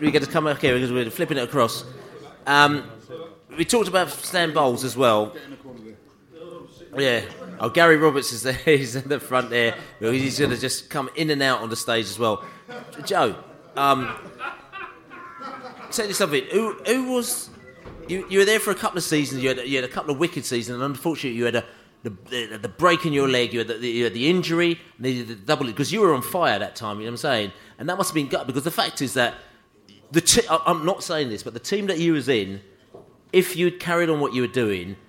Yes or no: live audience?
yes